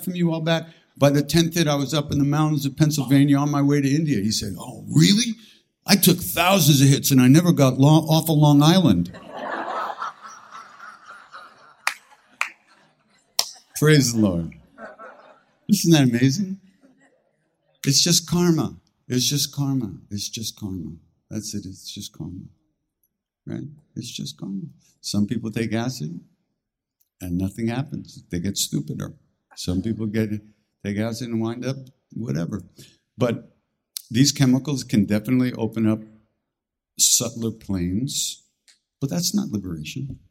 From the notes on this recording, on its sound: answers questions from a live audience